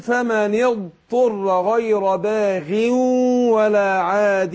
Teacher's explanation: الغين تاخد أدنى درجات تفخيم بتبقى قريبة من الترقيق لكن هي من حروف الاستعلاء، فبنقول تاخد أدنى درجات تفخيم، فأقول فمن يضطر غير باغ ولا عاد هكذا.